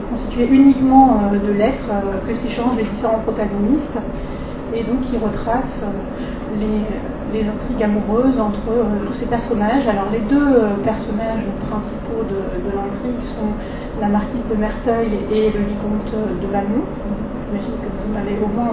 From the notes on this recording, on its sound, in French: Désolés pour le bruit de fond de cet enregistrement